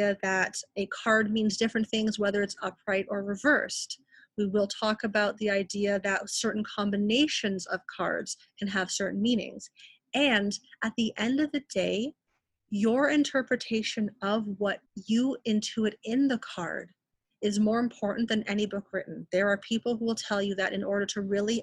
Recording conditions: video call